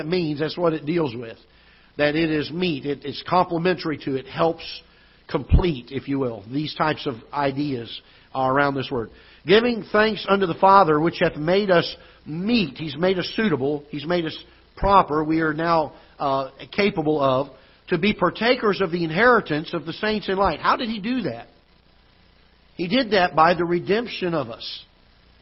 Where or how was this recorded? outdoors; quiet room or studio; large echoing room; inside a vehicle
large echoing room